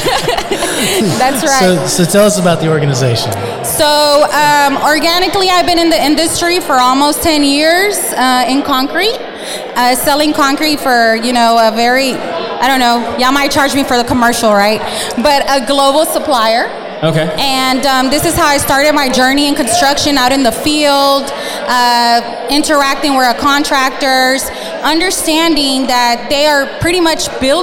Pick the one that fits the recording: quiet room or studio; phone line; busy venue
busy venue